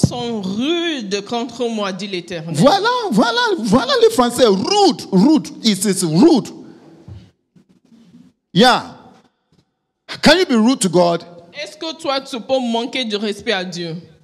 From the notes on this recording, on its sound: Preached during Joyful Hour Sunday Service Rabat